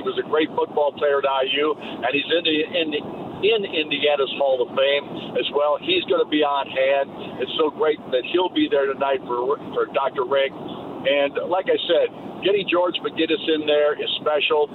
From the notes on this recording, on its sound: LIVE from Kilroy’s in downtown Indy